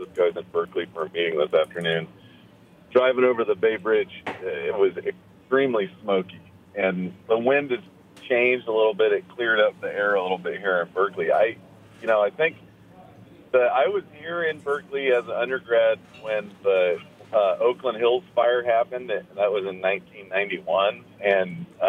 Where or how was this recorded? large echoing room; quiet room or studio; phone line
phone line